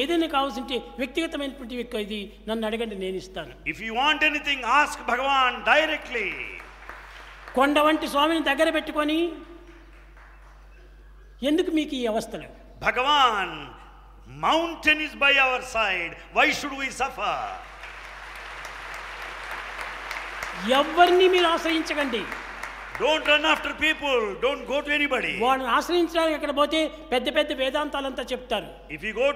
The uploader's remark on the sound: The discourse was originally delivered on 22 Jul 2002 during the International Seva Conference at Prasanthi Nilayam.